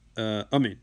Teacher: Another possibility is that the person substitutes a chatav patach for a kamatz in pronouncing the aleph